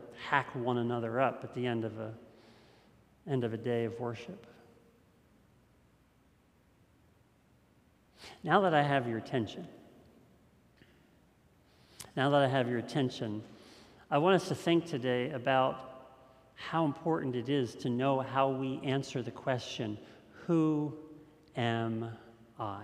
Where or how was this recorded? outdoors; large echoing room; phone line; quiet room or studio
large echoing room